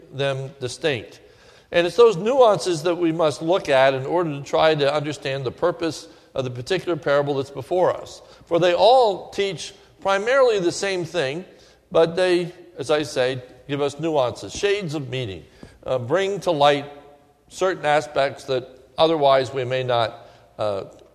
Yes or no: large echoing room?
yes